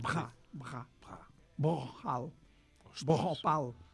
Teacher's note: almenys en sànscrit això era una B amb aspiració